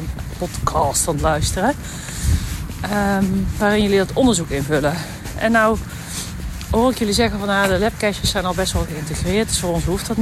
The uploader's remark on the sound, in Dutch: Live Vanuit De Efteling